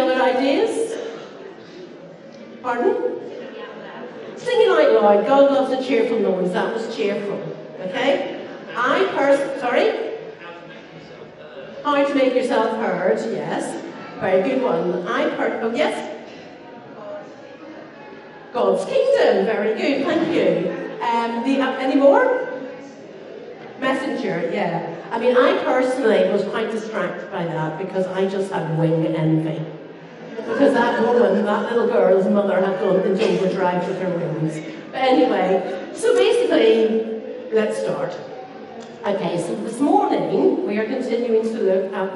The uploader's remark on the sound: Apologies for the poor recording.